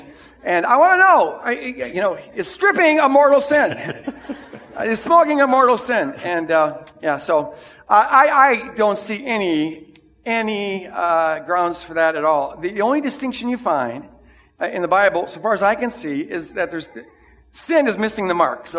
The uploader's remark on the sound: This is the recording of the 9:00 Sunday service.